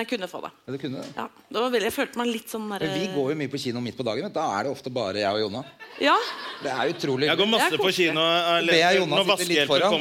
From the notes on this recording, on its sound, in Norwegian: LIVE fra Oslo Podfest. By Moderne Media.